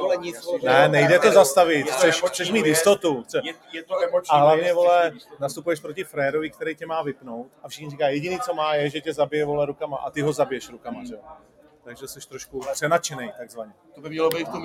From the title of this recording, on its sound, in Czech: LIVE Z HOTELU, A PROCHÁZKA V NY